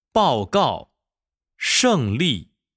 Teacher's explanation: 在发去声的时候，声带从紧开始到完全松弛为止，声音是从高到低，音长是最短的